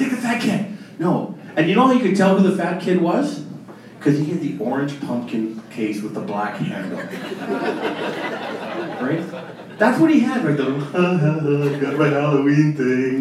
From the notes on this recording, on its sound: Recorded Live October 2016